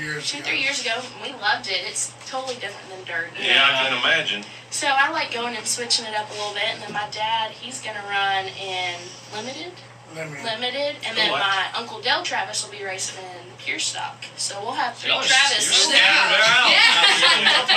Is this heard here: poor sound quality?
yes